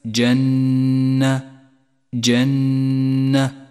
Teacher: ومثل الميم المشددة النون المشددة كما في كلمة جنة جنة، تحتاج أيضا إلى غنة زمنها حركتان